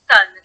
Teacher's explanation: we call it dentalization, where the tongue is making more contact with the teeth than we'd expect. So you can have that sort of lisp type sound.